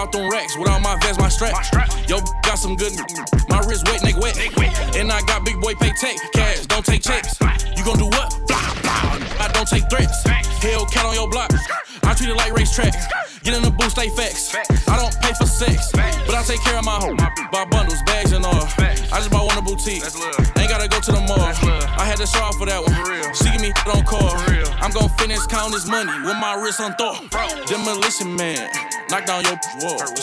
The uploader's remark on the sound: BRIMZ 5 YEAR ANNIVERSARY EVENT (LIVE DJ MIX)